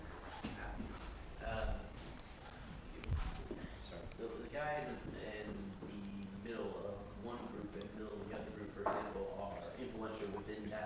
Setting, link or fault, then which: setting, live audience